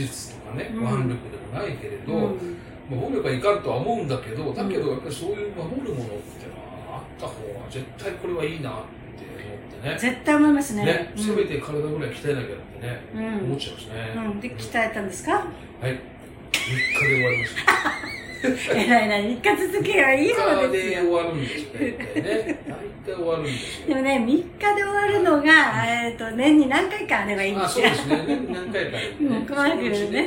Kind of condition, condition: fault, background noise